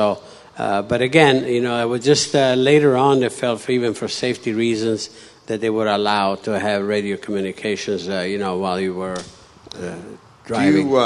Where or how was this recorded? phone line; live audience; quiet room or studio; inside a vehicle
live audience